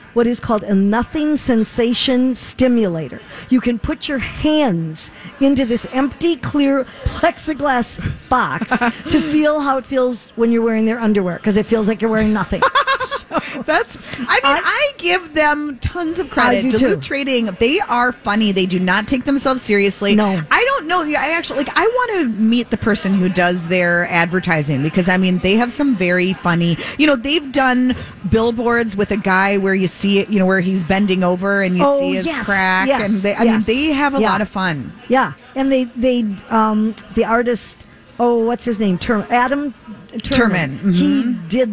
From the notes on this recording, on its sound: Live at the General Store of Minnetonka